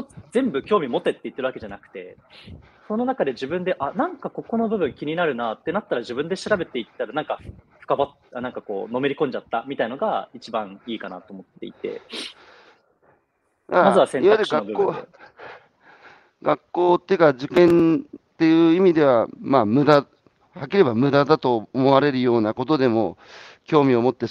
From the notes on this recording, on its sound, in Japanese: 歩くラジオ。歩きながら1時間、対談する。